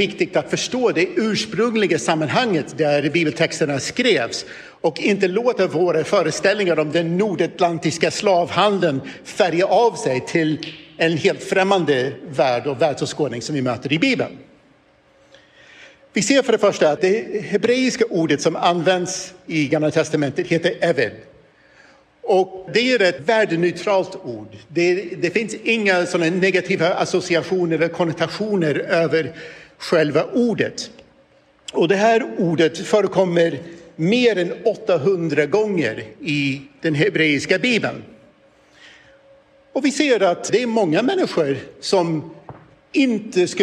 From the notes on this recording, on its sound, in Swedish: I detta inspelade föredrag från Uppdrag: Guds rike 2023